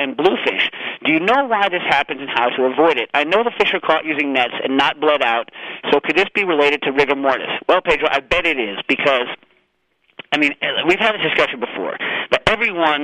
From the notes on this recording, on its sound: This week’s holiday episode of Cooking Issues is hosted remotely by phone.